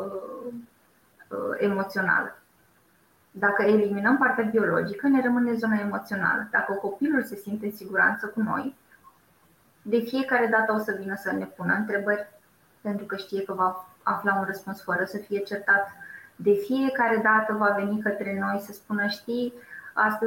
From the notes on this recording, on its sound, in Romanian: Acesta este un episod special de podcast: este înregistrarea webinarului